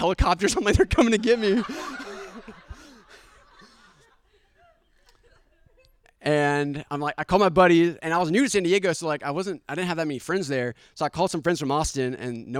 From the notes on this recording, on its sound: Social Storytelling Experiment in Austin, TX. This episode features five stories recorded live at Story Time in 2022.